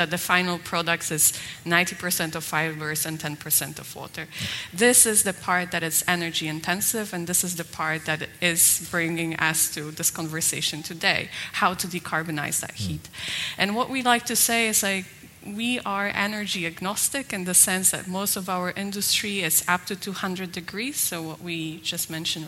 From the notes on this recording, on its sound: This week’s episode of Watt Matters is a special live recording that formed part of the Euroheat & Power congress in Turin (May 22nd-24th).